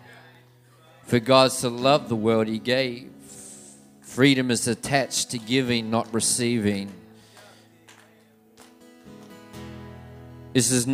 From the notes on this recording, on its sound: This message was recorded on Saturday, 27/7/2019 at River Edge Church.